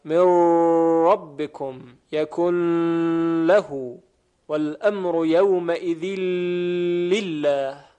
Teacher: ادغام نون ساکن و تنوین در این دو حرف یعنی لام و را را با غنه روایت کرده اند